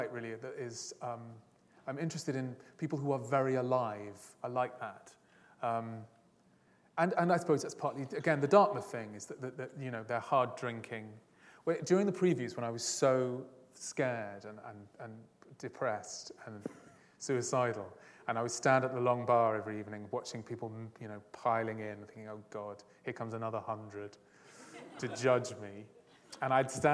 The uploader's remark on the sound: This is a recording of a Platform event from August 2012.